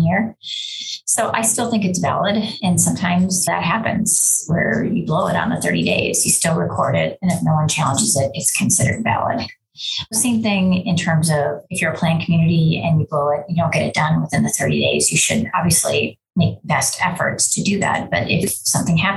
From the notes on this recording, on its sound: Zoom & Facebook Live First Friday Free Call-In